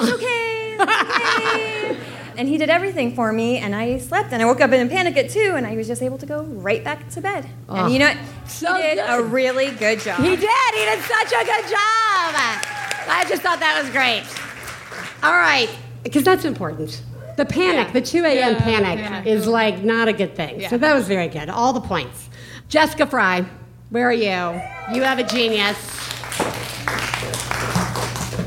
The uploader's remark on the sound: One Bad Mother is live from the Bootleg Theater in Los Angeles this week